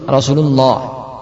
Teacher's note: Berikutnya memendekkan sin sehingga menjadi Rasulullah.